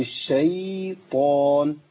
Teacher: الياء بتاعت الشيطان لابد من بيان السكون بتاعها ما تهزش